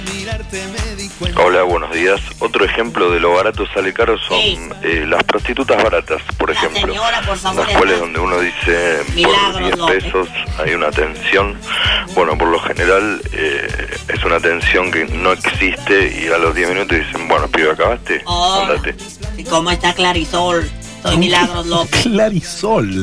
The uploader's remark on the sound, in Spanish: charla con alguien por teléfono